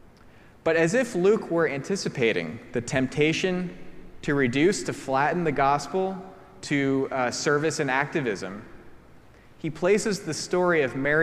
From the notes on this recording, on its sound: preached at our celebration of the Holy Eucharist on the Sixth Sunday after Pentecost.